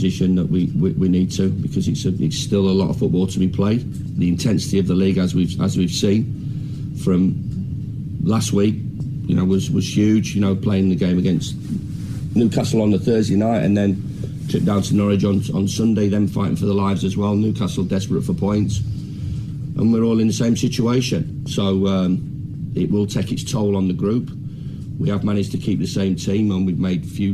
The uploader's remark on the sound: From the rooftop garden of Barasti